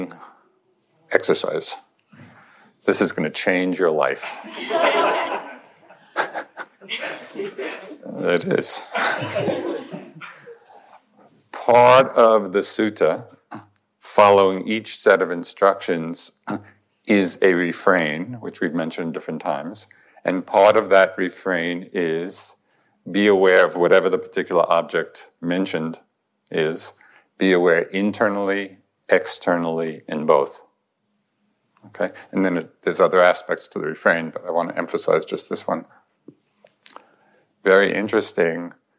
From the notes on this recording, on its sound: In this recording from the Insight Meditation Society